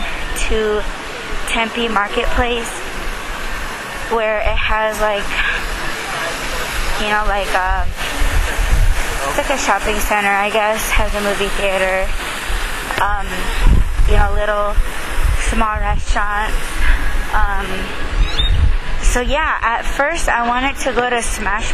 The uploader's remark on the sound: To one restaurant, I took you guys to go inside the restaurant with me; but the wind was showering her ass and slightly ruined the audio.